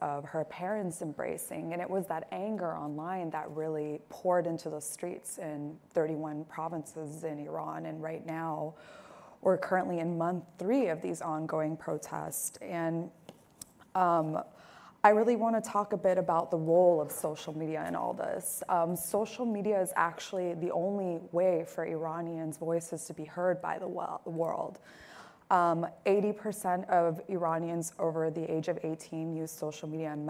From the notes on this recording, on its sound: At Zócalo Public Square. Live from ASU California Center at the historic Herald Examiner Building.